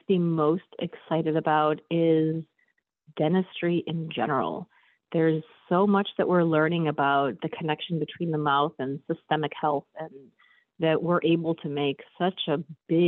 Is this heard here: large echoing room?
no